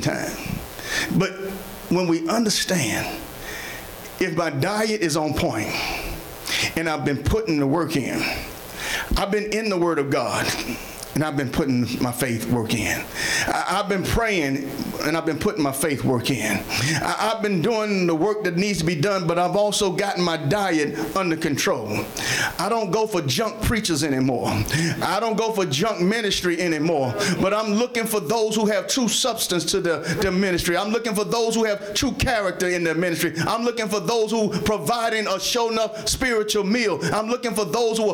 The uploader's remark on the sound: Sermon preached from Wesley AME Zion Church